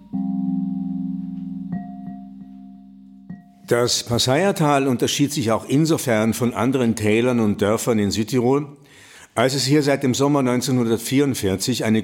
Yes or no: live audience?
yes